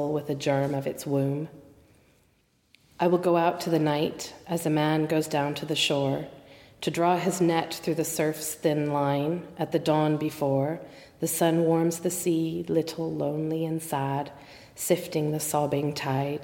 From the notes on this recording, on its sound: The Poetry Exchange at St Chad's College Chapel as part of Durham Book Festival. The Poetry Exchange at St Chad's College Chapel as part of Durham Book Festival in October 2015.